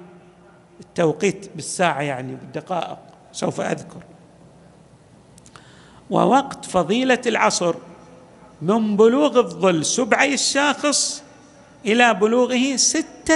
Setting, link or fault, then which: setting, large echoing room